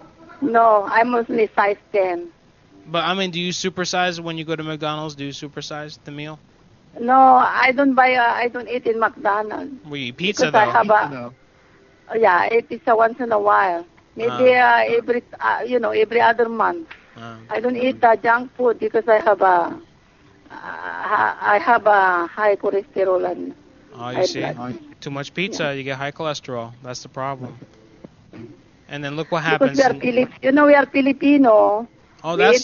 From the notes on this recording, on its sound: Prank Phone Calls Collection